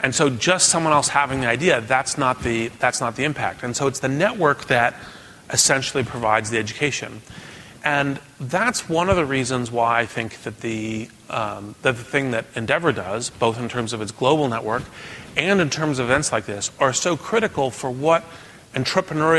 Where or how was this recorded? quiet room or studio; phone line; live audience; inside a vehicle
live audience